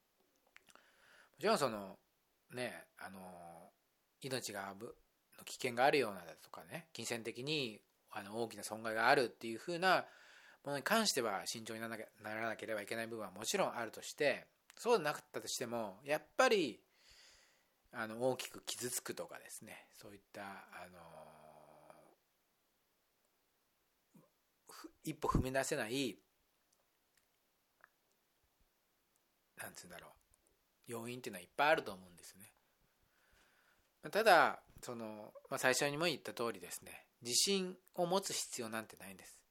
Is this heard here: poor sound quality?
no